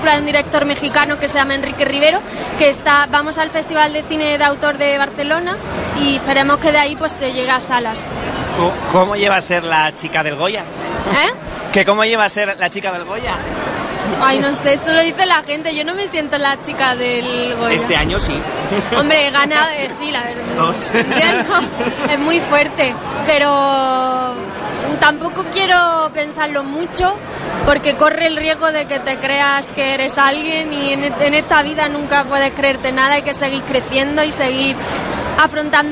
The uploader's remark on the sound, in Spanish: durante la presentación de la decimonovena edición del Festival de Málaga